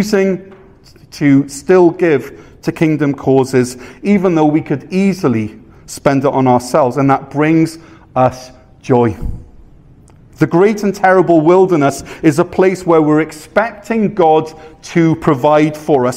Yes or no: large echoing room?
yes